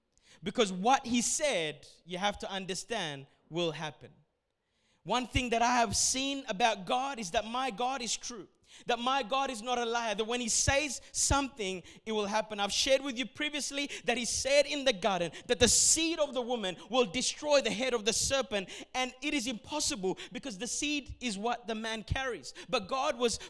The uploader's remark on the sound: A message recorded at Revive Church Melbourne Australia during the 1:30pm Adults Service